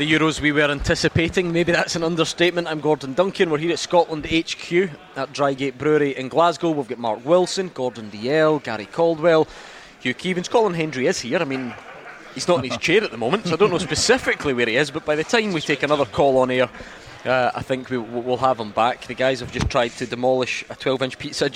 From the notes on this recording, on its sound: live from Scotland HQ at Drygate Brewery